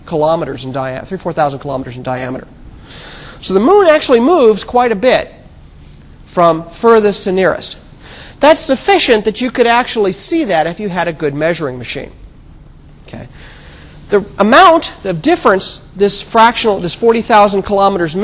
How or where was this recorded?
large echoing room